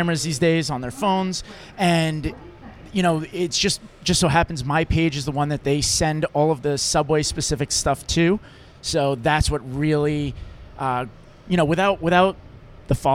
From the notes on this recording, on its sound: LIVE FROM THE 7 TRAIN! It's all taped on the actual 7 Train!